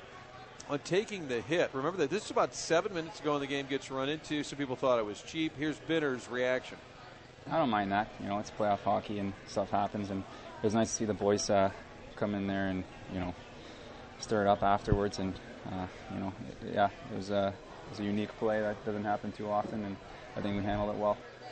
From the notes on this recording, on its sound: broadcasting live from the Social Bar and Grill